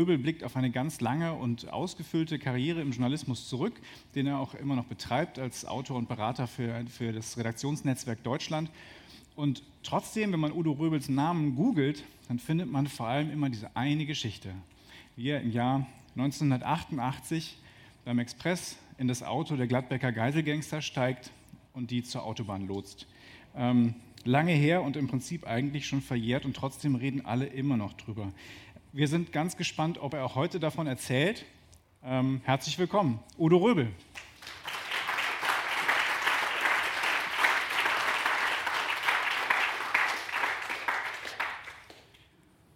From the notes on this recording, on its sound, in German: Im RP-Zelt beim Campfire-Festival in Düsseldorf.